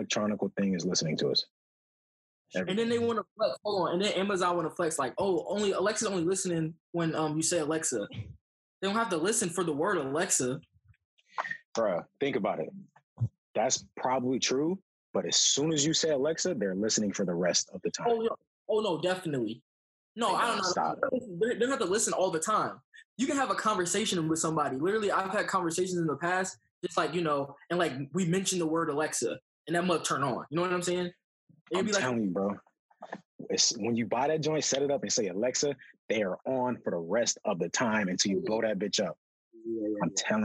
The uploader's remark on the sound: The Lousers are all together again on a special zoom episode.